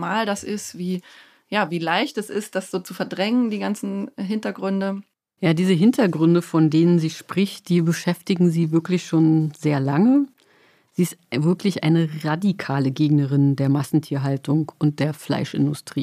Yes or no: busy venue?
no